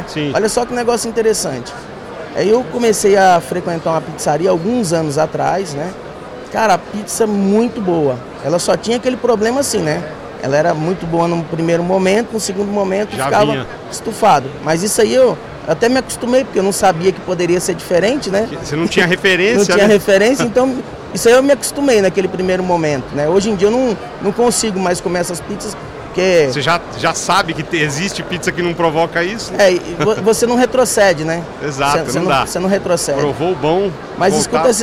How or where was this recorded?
busy venue